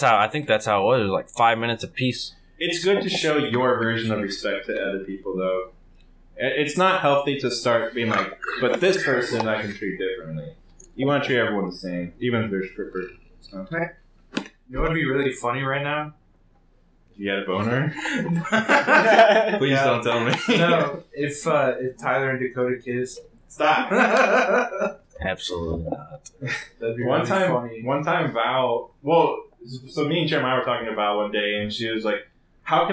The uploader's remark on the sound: there is some audio issues but this was the best I could do.